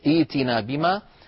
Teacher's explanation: نحول الهمزة الساكنة إلى ياء